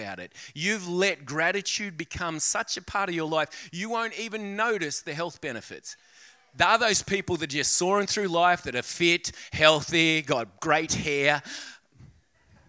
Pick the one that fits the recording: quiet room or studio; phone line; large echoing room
large echoing room